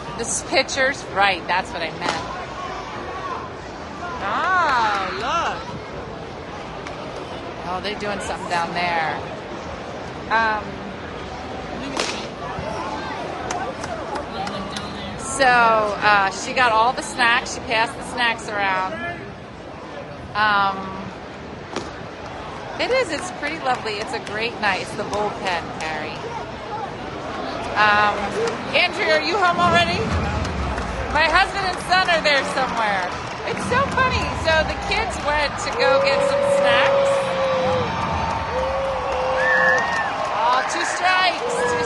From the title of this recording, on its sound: Live from the Phillies Game!